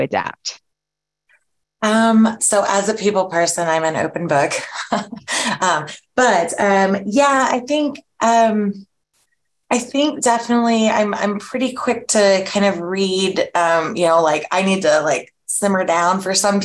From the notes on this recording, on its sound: This webinar was originally recorded. In this coffee talk, we hear grantmakers, scholarship providers, and community foundations share challenges. Communicate For Good Webinar Recording.